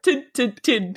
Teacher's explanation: you need to say like a glottal stop, you know, in between